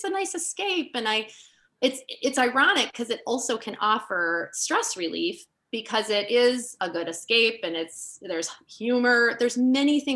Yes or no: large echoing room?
no